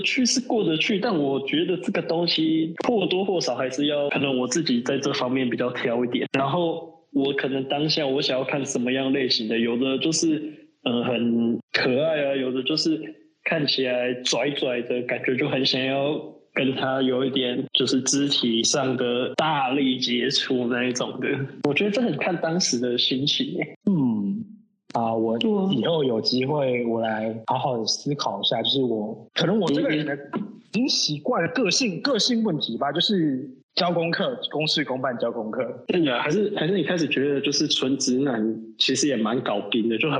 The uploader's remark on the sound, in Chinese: 隔離中沒辦法好好set錄音裝置 音質很差。